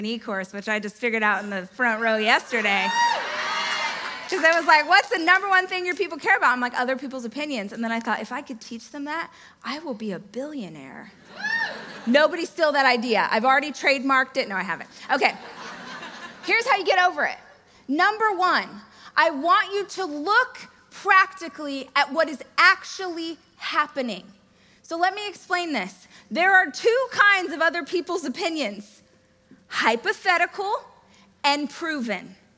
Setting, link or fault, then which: setting, live audience